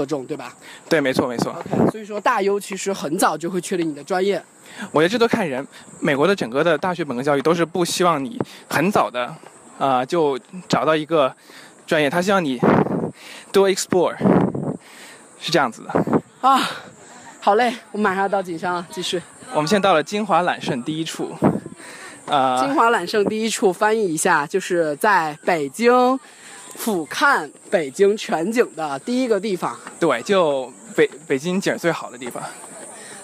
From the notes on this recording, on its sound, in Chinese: 希望在景山公园录制一期节目，于是我们就录制了，于是你会听到很多奇怪的声音，夹杂着大爷大妈的遛弯儿、我们的喘息，以及来自故宫的风声。